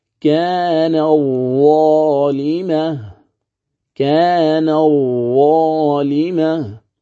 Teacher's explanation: فلذلك في قوله عز وجل كانت ظالمة كيف نقرأها؟ بالإدغام، تدغم التاء في الظاء فتصير ماذا؟ تصير ظاء، فيرتفع اللسان عند النطق بهما ارتفاعة واحدة · Term: إدغام متقاربين